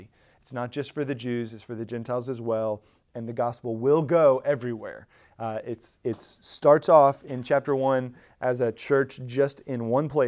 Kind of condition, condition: setting, large echoing room